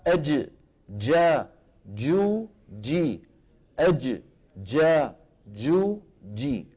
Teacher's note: اذا عند نطق الجيم الفصيحة من حيث المكان وسط اللسان، من حيث الصفة انحباس الصوت